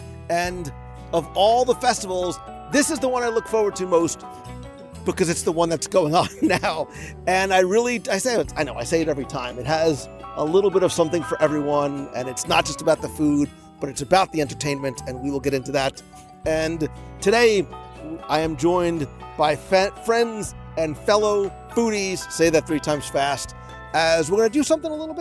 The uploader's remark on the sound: Join us live from EPCOT as we wander the World Showcase promenade and the "Best of the Fest" and our favorites from the EPCOT International Festival of the Holidays.